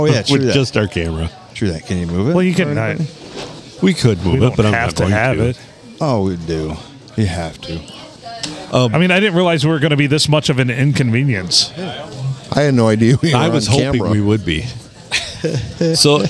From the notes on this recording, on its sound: Recorded at the Blue, on a Saturday afternoon as the place got busier and busier.